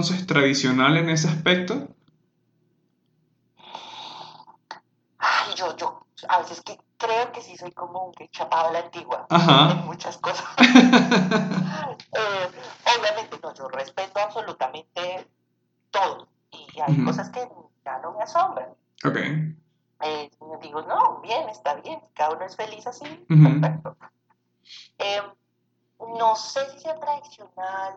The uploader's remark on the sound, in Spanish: pido disculpas por la calidad del audio